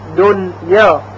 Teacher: چون که حرف یرمنون و نون ساکن بر یک کلمه قرار گرفتن، دنیا کاملا نون اظهار میشه. یعنی اگر بگوییم دنیا ادغام کنیم غلط هست.